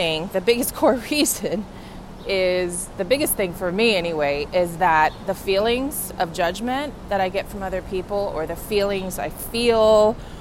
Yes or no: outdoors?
yes